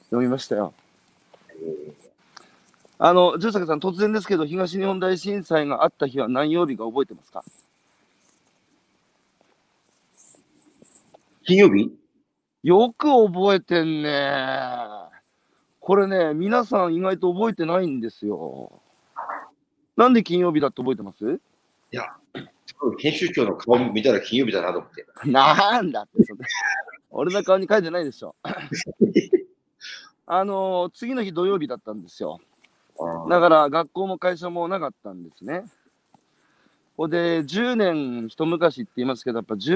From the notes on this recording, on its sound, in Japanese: 歩きながら1時間、対談する